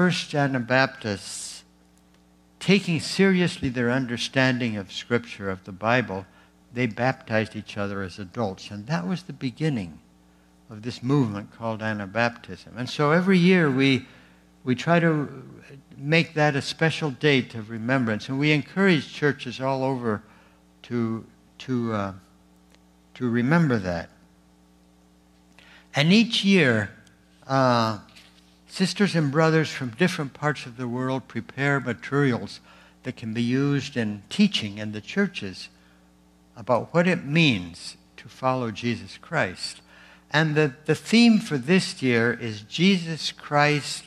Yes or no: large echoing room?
yes